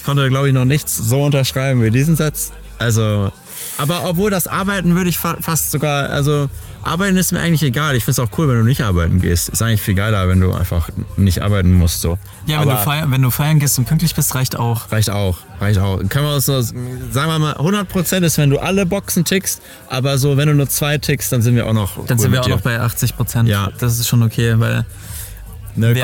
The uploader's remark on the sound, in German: Live beim Gallery Weekend